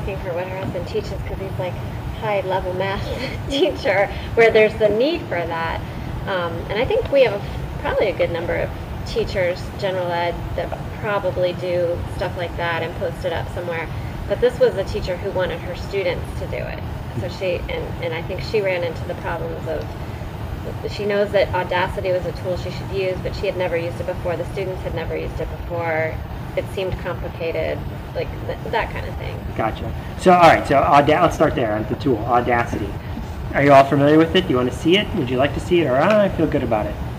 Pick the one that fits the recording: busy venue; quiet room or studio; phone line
busy venue